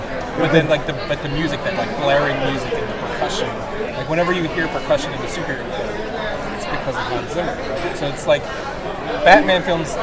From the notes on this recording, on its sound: San Diego Comic-Con. Over lunch during the convention.